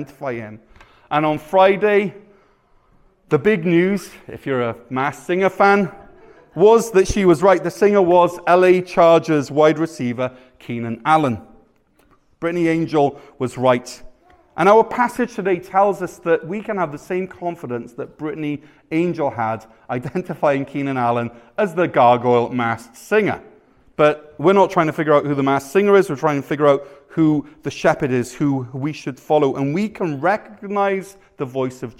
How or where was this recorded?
large echoing room